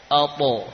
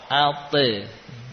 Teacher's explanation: Untuk huruf ta dan qaf, ya, karena huruf ta dan qaf ini punya sifat isti'la, maka suara e-nya beda sedikit, ya, yakni agak tebal · Shown in: first take